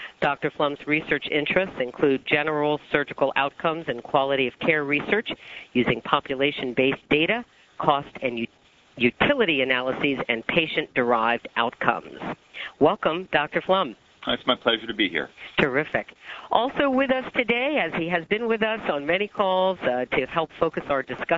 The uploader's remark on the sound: October 2005 Author in the Room® Teleconference